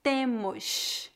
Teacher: a pronúncia da letra S de forma chiada